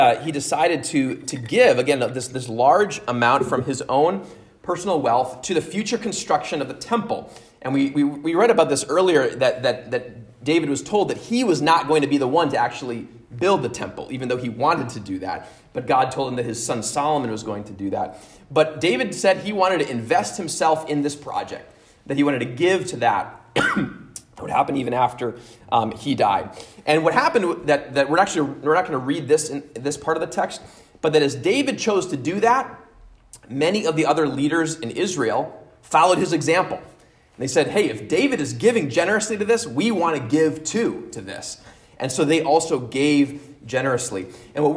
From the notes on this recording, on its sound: at Immanuel Lutheran Church in Pasadena, CA